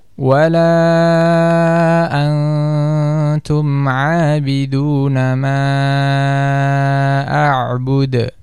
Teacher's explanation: Contohnya tadi di dalam surat Al-Kafirun pada kalimat wala antum abiduna, itu dibaca dengan dengung dua harakat · Term: ikhfa hakiki